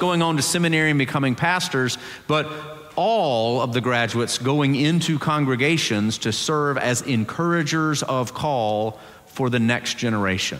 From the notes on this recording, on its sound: Presbyterian College Sunday Worship Service.